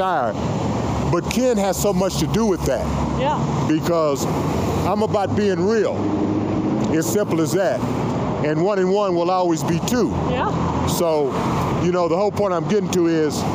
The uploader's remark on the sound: Sorry for the sound quality, this recording was done live, with traffic going